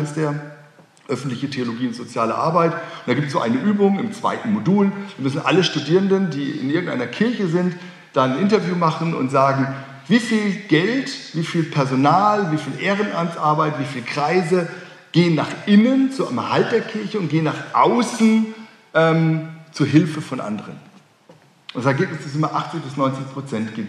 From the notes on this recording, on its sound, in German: Öffentlichen Vortrag. Hatte das Theologische Forschungskolleg der Universität Erfurt.